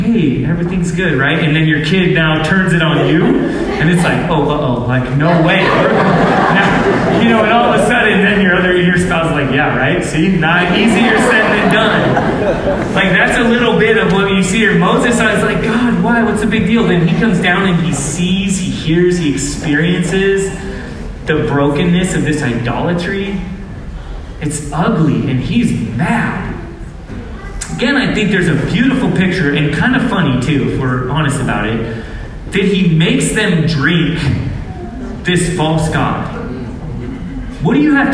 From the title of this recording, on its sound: low-quality audio